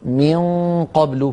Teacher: فخم الغنة من قبل، لأن ما بعدها قاف مفخمة